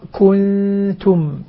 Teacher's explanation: النون الساكنة هذه لا يبقى الفم مضموما عندها · Term: إخفاء النون